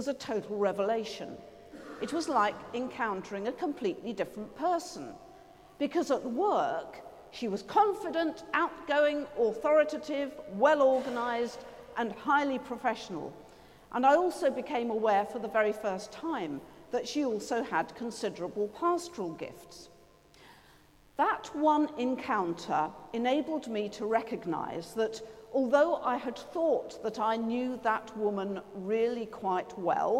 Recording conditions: large echoing room